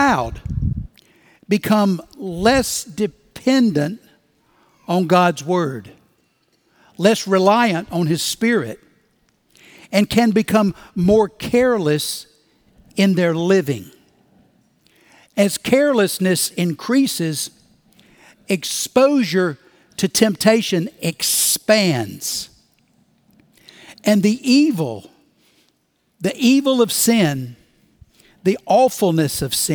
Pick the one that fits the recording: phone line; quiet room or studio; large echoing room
large echoing room